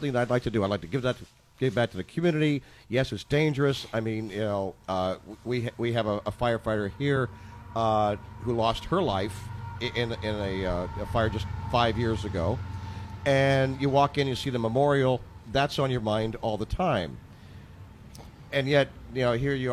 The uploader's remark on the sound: Broadcasting live from Wilmington Fire Station #5 in Trolley Square to kick off the 100th Anniversary Celebration of the Wilmington Fire Department